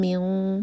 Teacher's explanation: میم پر ٹائم دیں گے، میم پر غنہ